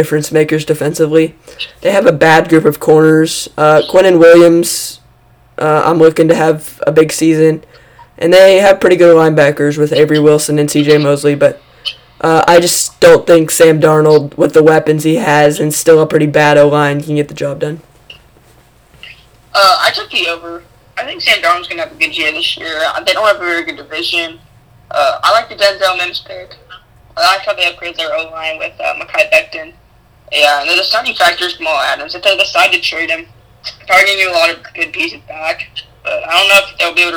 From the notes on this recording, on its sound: Sorry about poor audio.